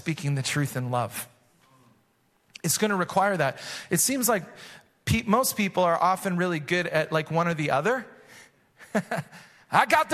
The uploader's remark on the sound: Recorded live at Hope Church in Springfield, MO.